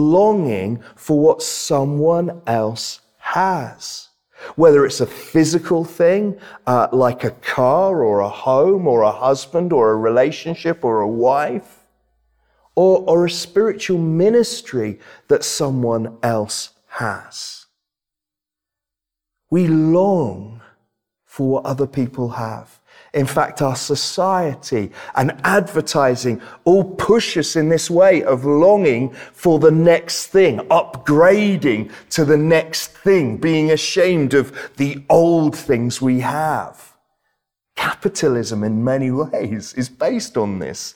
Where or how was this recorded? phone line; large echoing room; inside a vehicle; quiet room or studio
large echoing room